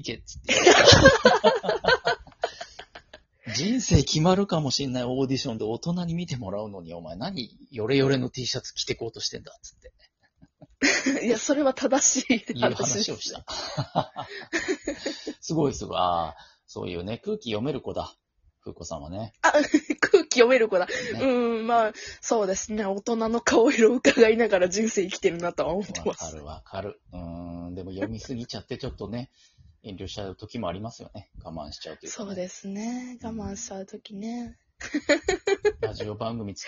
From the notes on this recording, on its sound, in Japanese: リモート収録。ゲストと一緒に配信。